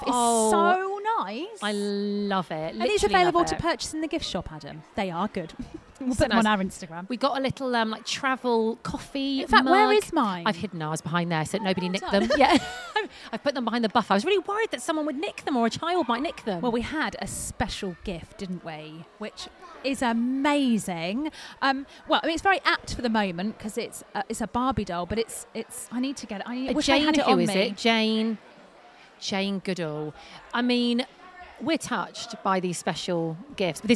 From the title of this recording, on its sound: Live from Twycross Zoo!